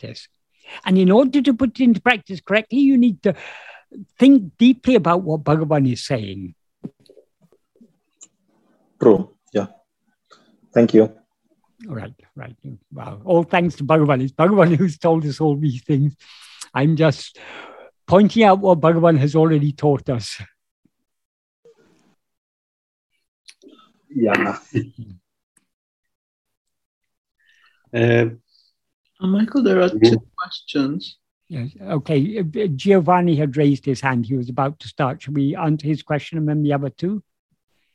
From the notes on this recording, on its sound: In a Zoom meeting of the ‘Ramana Maharshi Foundation UK’ on 9th April 2022